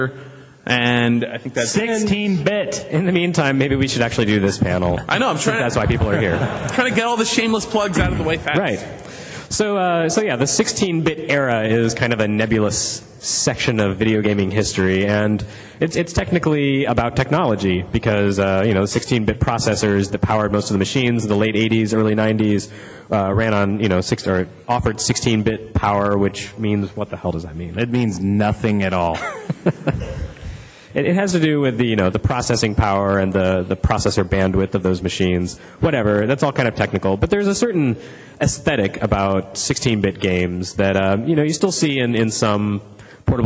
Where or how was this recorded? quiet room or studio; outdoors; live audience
live audience